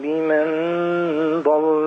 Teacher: فلازم تفخم الغنة لأن اللي جه بعدها مفخم